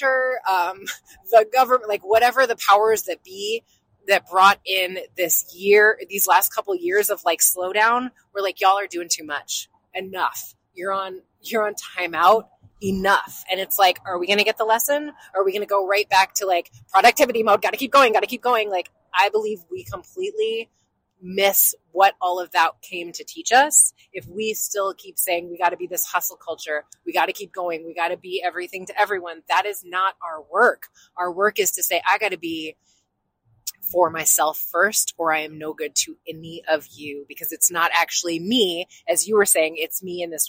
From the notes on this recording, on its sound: Passed a miniature microphone back and forth in the car to record a conversation they were having on the way to their New Year's retreat.